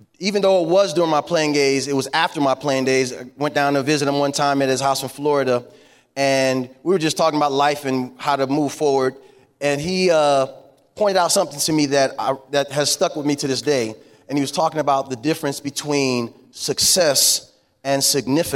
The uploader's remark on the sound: On this very special episode, you'll get to hear the keynote speaker from the FCA Bowl Breakfast.